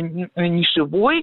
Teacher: с ударением на окончании, это окончание «ой»